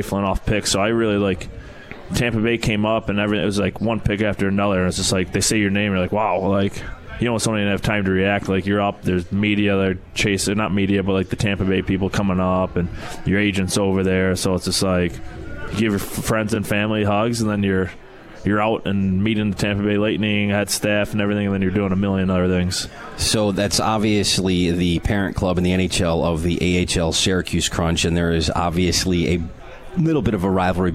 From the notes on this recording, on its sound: Live from Swifty's